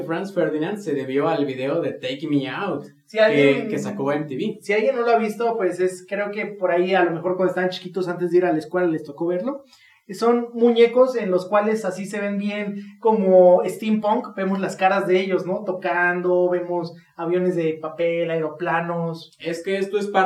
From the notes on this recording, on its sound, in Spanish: una disculpa muy grande por la calidad del audio en este episodio, la verdad es que tenemos unos micrófonos nuevos y no los sabemos usar